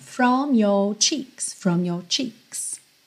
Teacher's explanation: no from tem a língua enrolada no R, no your já não tem.